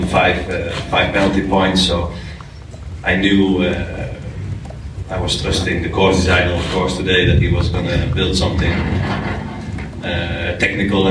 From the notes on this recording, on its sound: Comes to you from the 2023 FEI Jumping World Cup™ Final. Hear from riders at the press conference after the conclusion of final class.